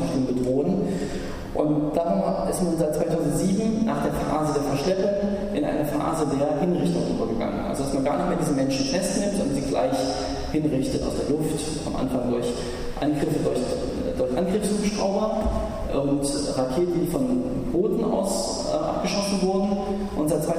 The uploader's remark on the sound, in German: In einem Vortrag in der Uni Freiburg